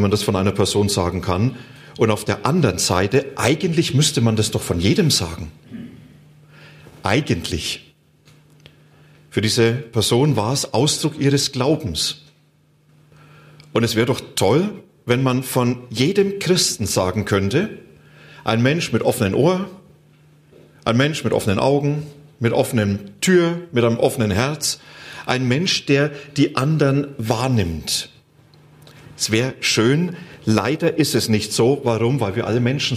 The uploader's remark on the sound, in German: Die Aufzeichnung wurde im Rahmen eines Live-Stream Gottesdienst aufgenommen.